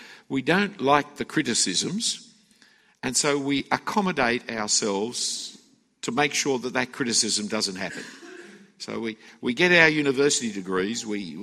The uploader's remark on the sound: A talk given at the FIEC Conference for Ministry Workers in 2016.